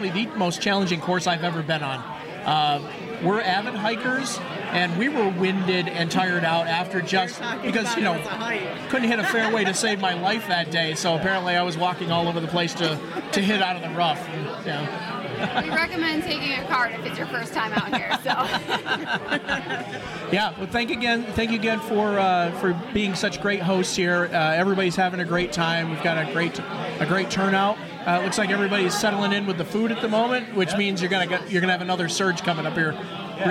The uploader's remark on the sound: Live on Instagram from Byrncliff Golf Resort for Oktoberfest.